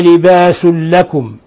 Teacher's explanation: تنوين ضم جاء بعد حرف اللام الحكم التجويدي إضغام بغير غنة